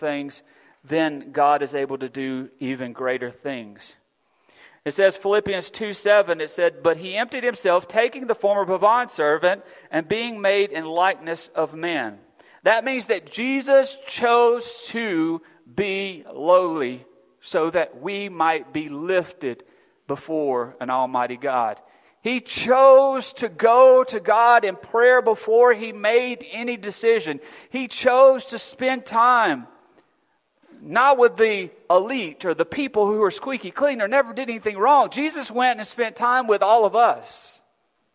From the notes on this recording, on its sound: Recorded December 4, 2022 at Friendship Baptist Church.